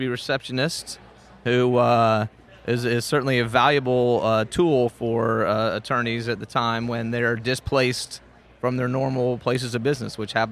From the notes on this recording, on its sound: recorded at the 2017 Clio Cloud conference